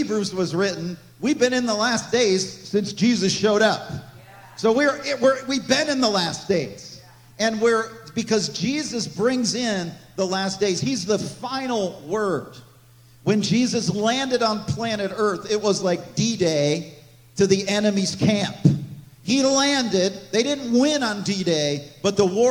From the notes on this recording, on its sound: This message was recorded on April 23, 2023, at Gateway Church in Richmond, Indiana.